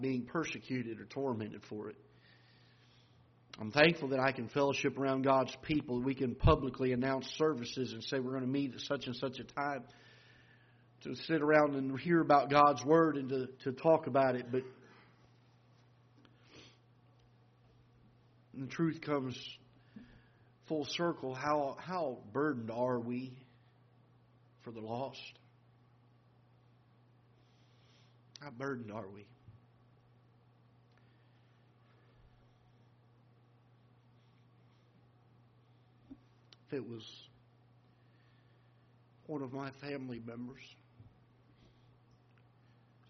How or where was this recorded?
large echoing room